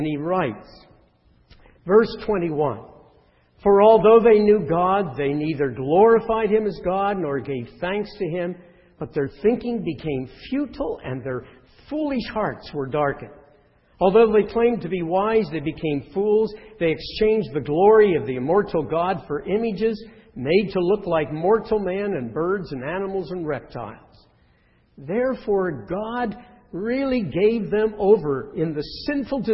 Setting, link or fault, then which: setting, large echoing room